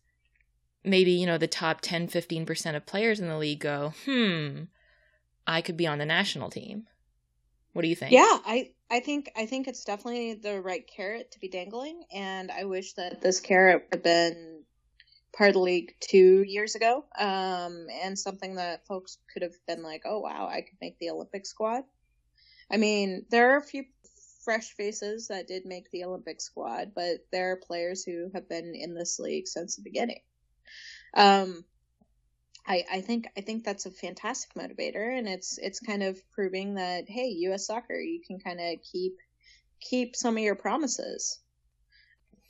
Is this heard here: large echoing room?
no